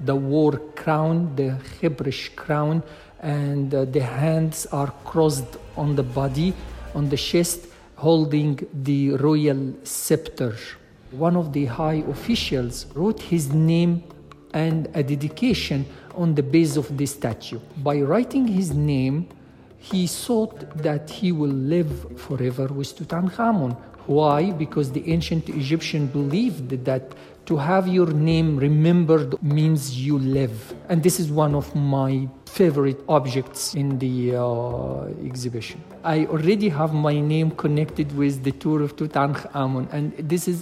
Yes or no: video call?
no